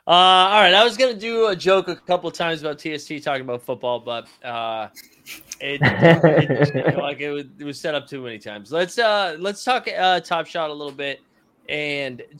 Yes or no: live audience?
no